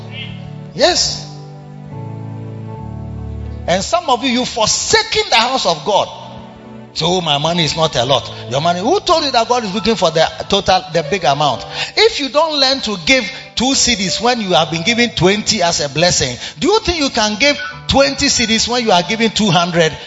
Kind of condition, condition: setting, live audience